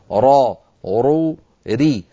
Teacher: مفخمة عند الفتح والضم ومرققة عند الكسر